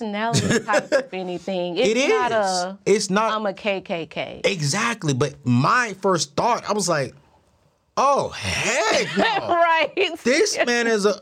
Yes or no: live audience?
no